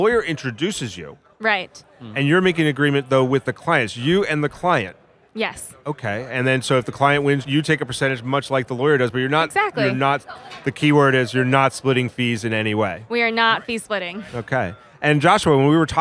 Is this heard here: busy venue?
yes